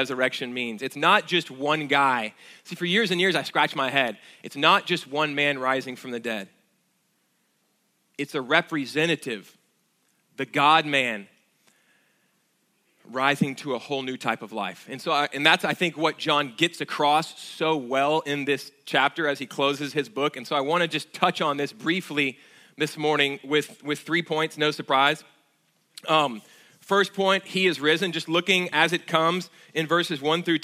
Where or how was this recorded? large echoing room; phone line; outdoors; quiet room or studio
large echoing room